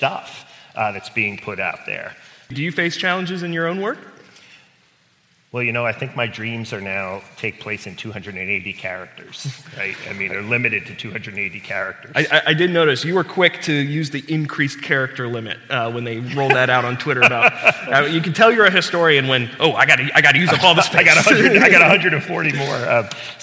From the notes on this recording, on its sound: Live at Messiah College Educator's Day. The Office of the Provost at Messiah College surprised the faculty at their annual Educator's Day with a live recording of our podcast.